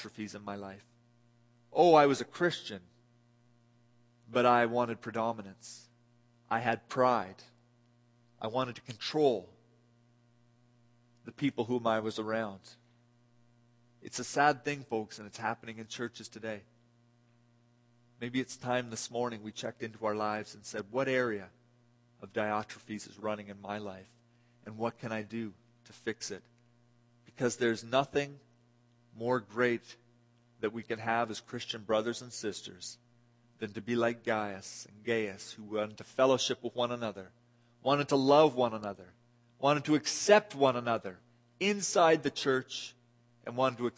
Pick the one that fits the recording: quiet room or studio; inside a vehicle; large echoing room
large echoing room